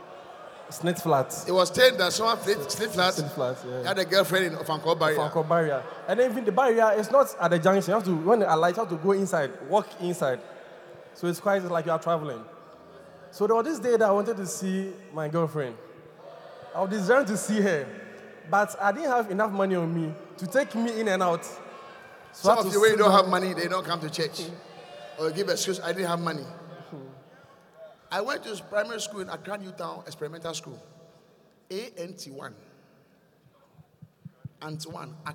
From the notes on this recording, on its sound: Encounter Service. Preached at The Qodesh.